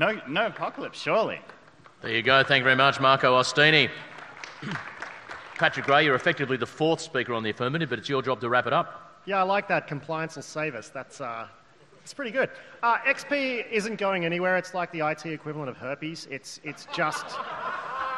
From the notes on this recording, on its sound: A recording of the AusCERT speed debate. There was a hell of a panel like always.